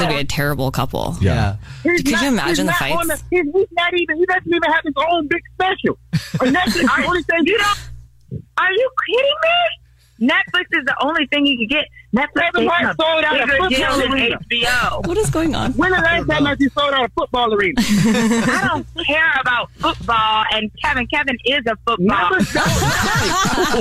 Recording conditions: phone line